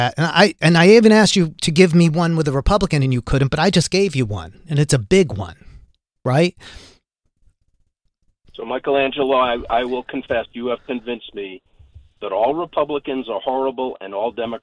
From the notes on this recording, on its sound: called into my SiriusXM program